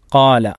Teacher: ഖാല എന്ന പദത്തിൽ എന്ന കലിമത്തിൽ മദ്ദിൻ്റെ അക്ഷരമായ അലിഫുണ്ട്, അതുകൊണ്ട് അതിൻ്റെ മഖ്റജ് ജൗഫാണ്